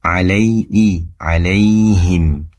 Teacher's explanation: ujung lidah ditempelkan ke tempat tumbuhnya gigi seri bawah bagian dalam · Term: ya sukun